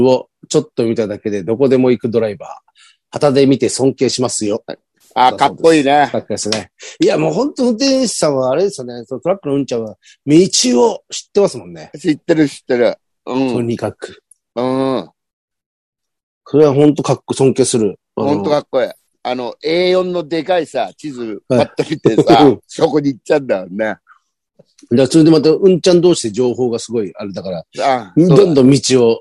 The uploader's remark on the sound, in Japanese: ZOOMで収録